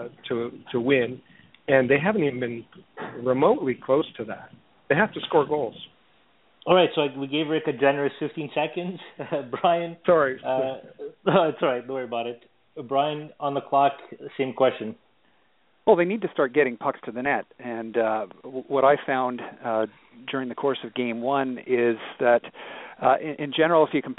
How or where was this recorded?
phone line